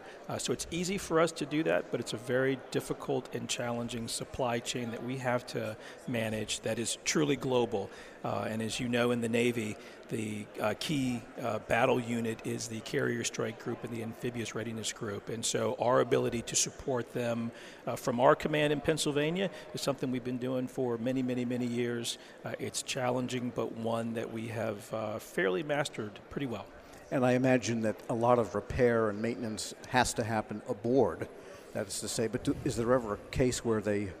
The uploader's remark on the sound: At the Sea Air Space conference this week, the Federal Drive caught up